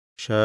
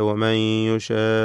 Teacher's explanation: ഷാഖുല്ലാഹ്, അതുപോലെ വമൻ യുഷാഖില്ലാഹ്, ഇവിടെ 6 ഹർക്കത്തിൻ്റെ അളവിൽ നീട്ടൽ നിർബന്ധമാണ്. ആ ദീർഘം ഒഴിവാക്കിക്കൂടാത്തതാണ്. · Term: ലാസിം മുസഖൽ കലിമി